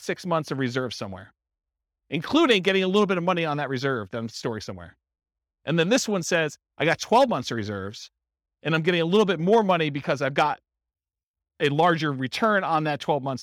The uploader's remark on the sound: This was a live class recorded